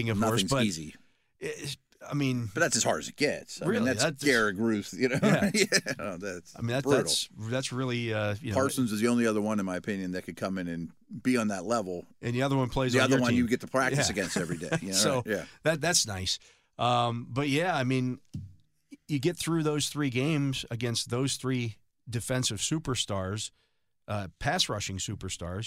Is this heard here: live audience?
no